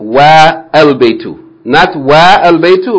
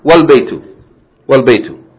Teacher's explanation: But if it is preceded by wa, meaning end, The A is dropped and the phrase is pronounced Walbaytu, not Wa-al-Baytu. · Shown in: second take · Term: Hamzatul Wasl